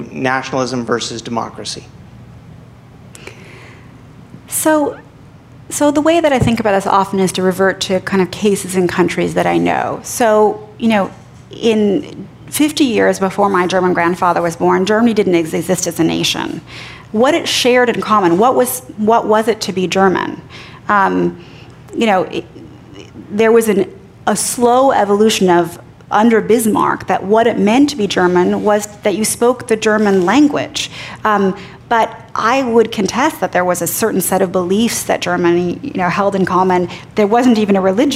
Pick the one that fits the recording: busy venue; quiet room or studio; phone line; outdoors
busy venue